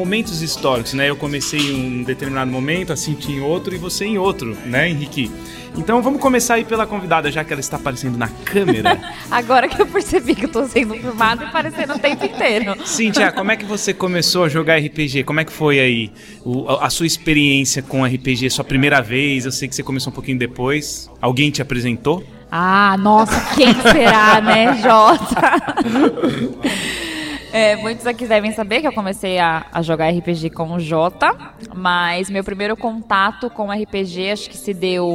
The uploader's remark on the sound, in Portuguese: Ao vivo do Balde Galático